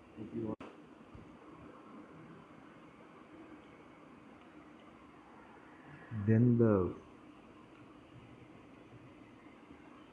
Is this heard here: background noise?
yes